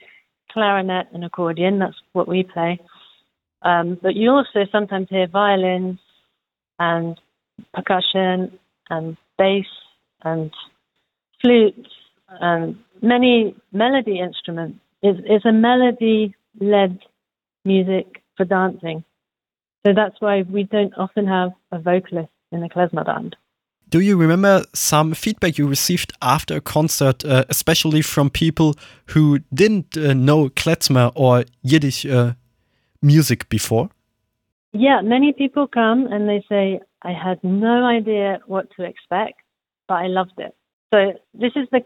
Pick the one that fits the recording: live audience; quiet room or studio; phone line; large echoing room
phone line